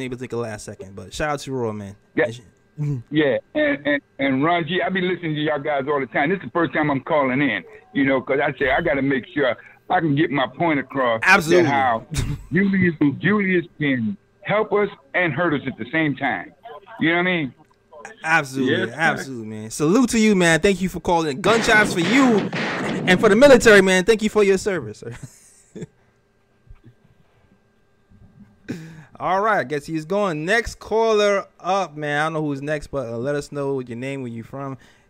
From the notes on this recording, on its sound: Live Postgame | Call. Taking phone calls from listeners.